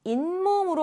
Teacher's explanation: 뒷말의 첫 소리에 니은 미음 앞에서 니은 소리가 덧납니다. 덧난다라는 것은 니은이 생겨난다라는 것을 뜻하죠. · Term: 사이소리 현상